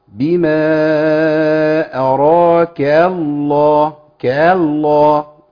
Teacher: ياتي بألف بين الكاف عشان يفصلها بين اللام